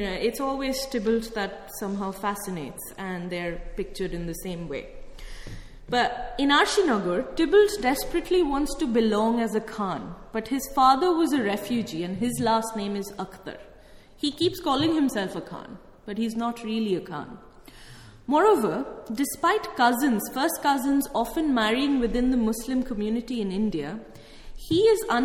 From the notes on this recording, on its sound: held on the 14th of April at the Rose Theatre Kingston